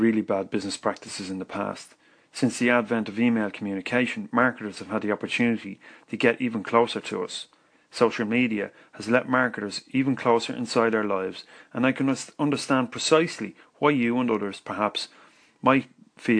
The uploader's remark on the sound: The Daily Larb is rough and ready podcast show that I record on the fly using my iPhone and an app called Anchor.